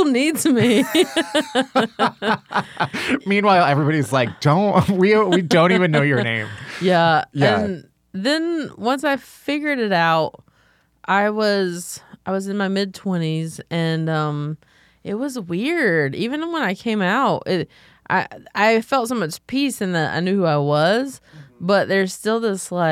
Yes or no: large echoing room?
no